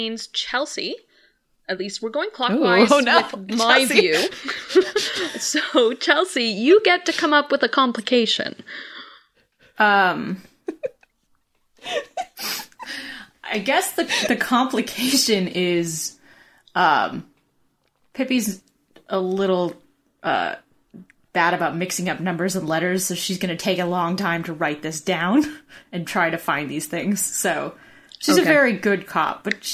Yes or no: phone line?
no